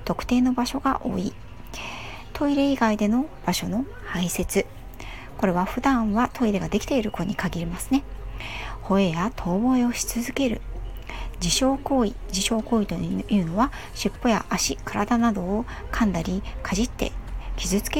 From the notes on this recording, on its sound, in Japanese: 子供が後ろでゲームをしているので雑音すみません。